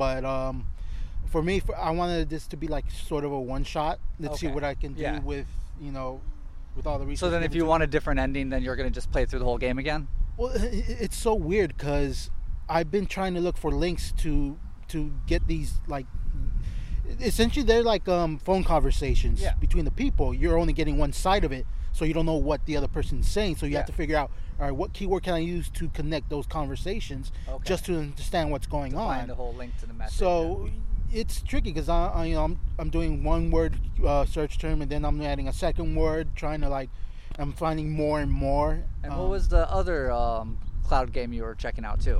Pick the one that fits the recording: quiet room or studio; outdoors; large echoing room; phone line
outdoors